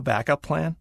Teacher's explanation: you put the stress on the first word, it turns into a noun